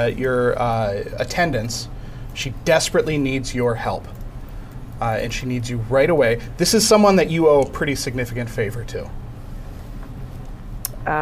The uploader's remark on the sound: ATW Live at Wizards of the Coast for Extra Life 2018. Our "special edition" Christmas Show is the live streamed game that we played at Wizards of the Coast for Extra Life 2018!